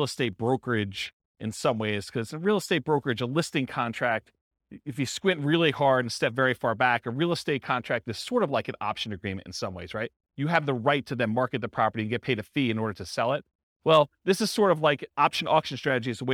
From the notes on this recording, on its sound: This was a live class recorded.